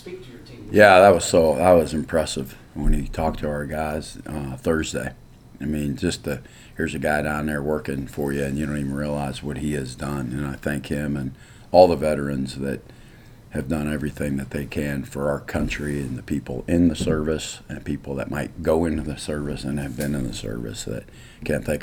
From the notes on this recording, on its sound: Postgame press conference following Texas State win.